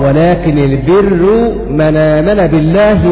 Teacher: وعلى قراءة ولكن البر يقرأ ورش بترقيق الراء